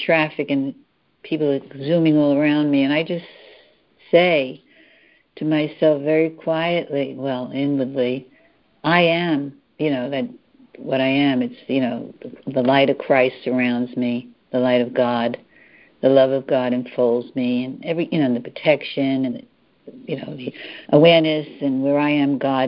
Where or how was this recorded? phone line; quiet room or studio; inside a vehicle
phone line